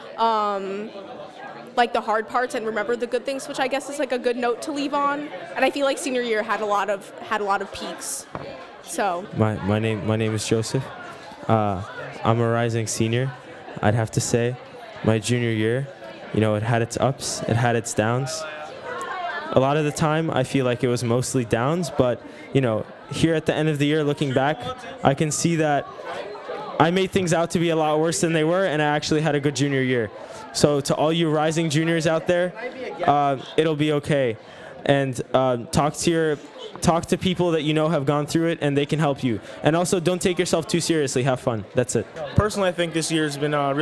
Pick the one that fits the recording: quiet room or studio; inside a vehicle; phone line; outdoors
outdoors